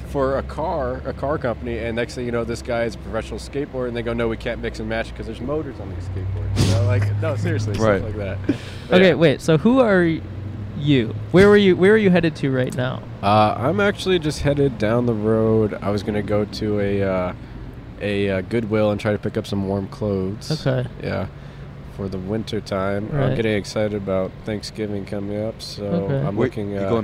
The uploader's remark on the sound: Recorded on Brand Blvd in Glendale, California.